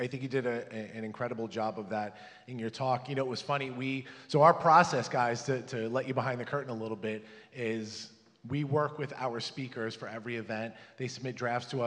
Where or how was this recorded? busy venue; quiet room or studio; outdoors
busy venue